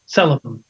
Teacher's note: Accent on the first syllable there.